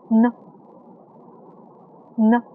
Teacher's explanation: 舌尖抵住上齿和齿龈，然后气流在口腔中完全受阻，由鼻腔发出这个音，声带震动